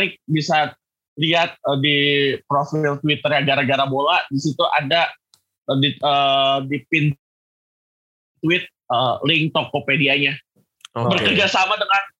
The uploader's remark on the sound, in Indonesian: moon maaf kalo sound kurang asoy